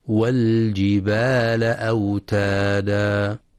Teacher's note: وفي كلمة والجبال ينتبه القارئ لإظهار اللام القمرية، فلا يدغمها والجبال، وإنما والجبال أوتادا.